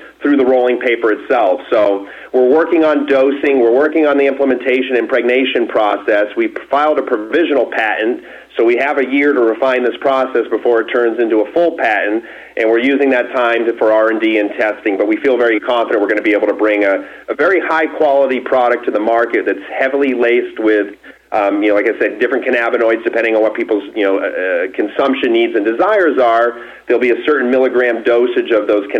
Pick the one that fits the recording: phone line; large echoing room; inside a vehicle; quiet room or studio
phone line